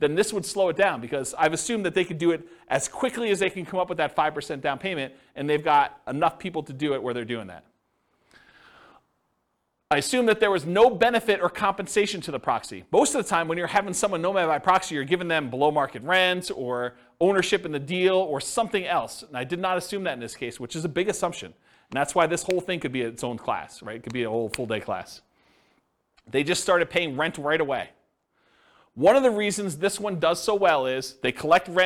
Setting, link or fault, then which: setting, live audience